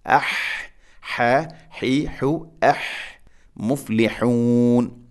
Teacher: ഹ തൊണ്ടയുടെ മധ്യഭാഗമാണ് ഹ എൻ്റെ മഖ്റജ്.